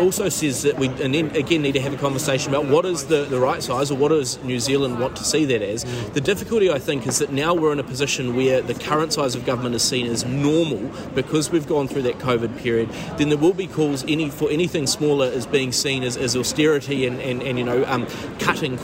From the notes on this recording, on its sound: Live from inside the Budget 2023 lockup